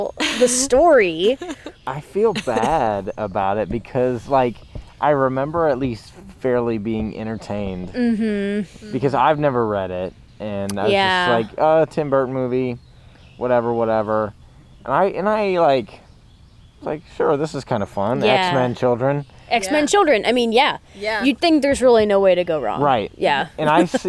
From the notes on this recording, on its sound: We left the studio to record in the Ohio wilderness, so please enjoy the soothing sounds of birds (and airplanes